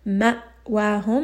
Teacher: Hamza here is going to have شدة and جهر. Make sure that you are stopping abruptly here in the throat. مأواهم. And give it a little bit of that jerk with نبل.